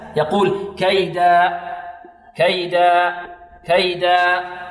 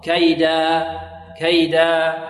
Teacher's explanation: الوقف على كيدا هنا بمقدار حركتين · Shown in: second take · الألف هنا فيها أخطاء، البعض يقف عليها بهمزة يقول كيدا كيدا كيدا، خطأ، كيدا كيدا.